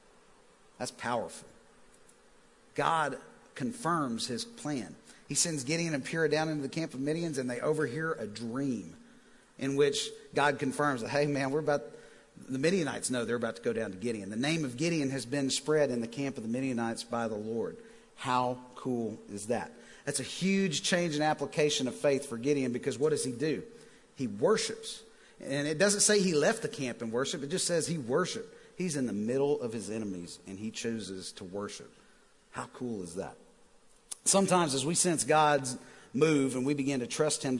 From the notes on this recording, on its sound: Recorded live at The Fellowship at Mt Juliet on February 17, 2019.